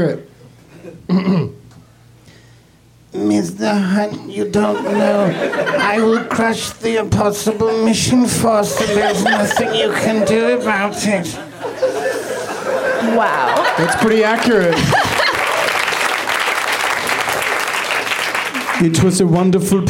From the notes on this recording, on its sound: Live at the UCB Franklin.